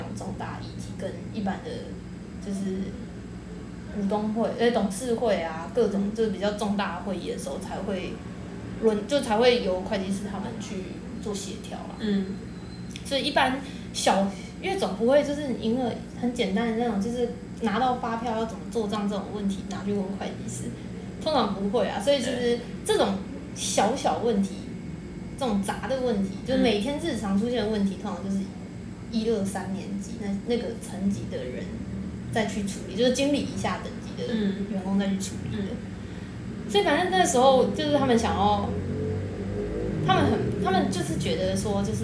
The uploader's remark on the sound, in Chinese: 第一次錄音因為收音問題也讓窗外的朋友們一起加入了！雜音過多時請大家把他們當作大自然的一部份～。